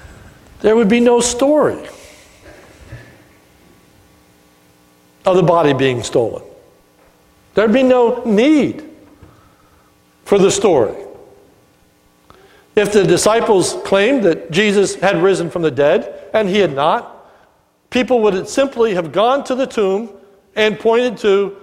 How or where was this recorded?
large echoing room